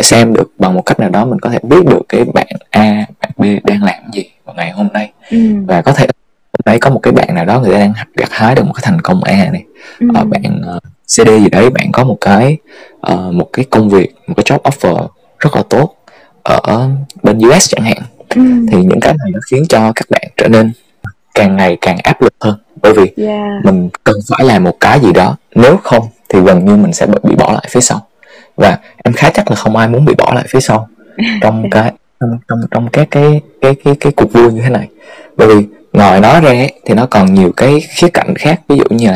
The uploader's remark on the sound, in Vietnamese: Lần đầu còn nhiều sai sót, chất lượng audio chưa được tốt lắm, mong các bạn thông cảm nhé!